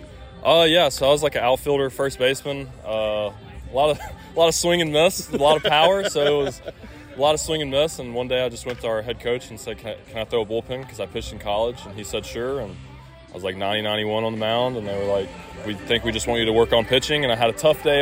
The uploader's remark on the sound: Budweiser Sportsbeat is live at Four Winds Field for South Bend Cubs' Opening Night.